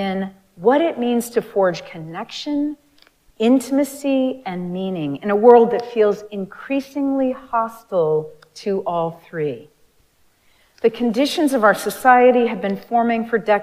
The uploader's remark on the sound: Recorded live at Arlington Street Church